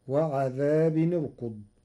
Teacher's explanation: قرأ ورش كلمتي وعذاب نركض بضم التنوين في حالة الوصل لضم ثالث الفعل في كلمة أركض.